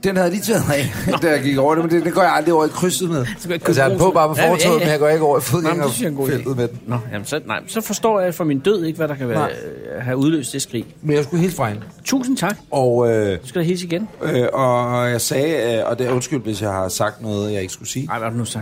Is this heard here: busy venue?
yes